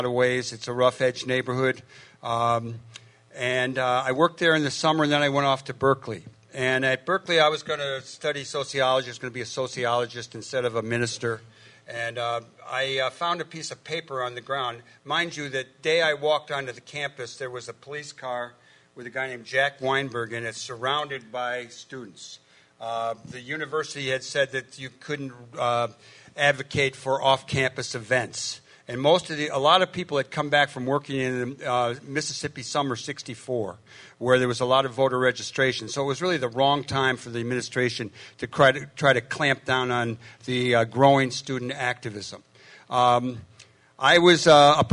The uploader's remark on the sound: This is the complete audio from the Rainbow Coalition panel held at the Augustana Teaching Museum of Art